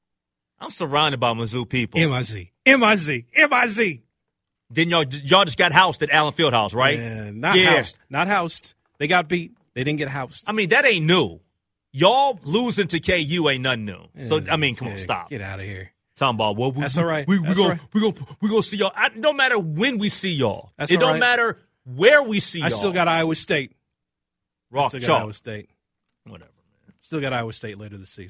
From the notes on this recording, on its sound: opens up the phone lines to let listeners